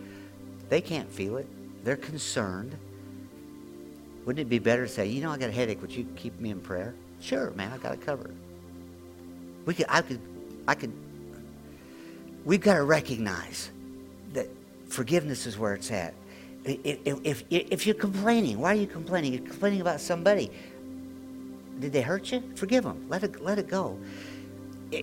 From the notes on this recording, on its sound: latest audio podcast from March 19, 2023 at Grace Church in Chester Illinois.